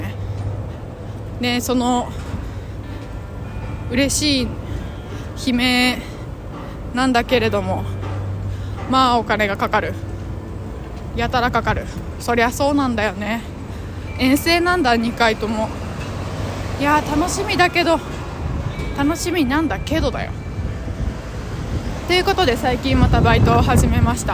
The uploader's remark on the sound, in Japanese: 風の強いお散歩。安定の謎音質でのお届けです！